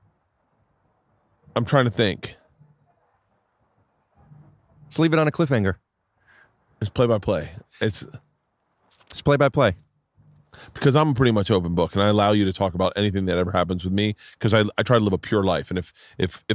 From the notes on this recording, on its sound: Today I sit down outside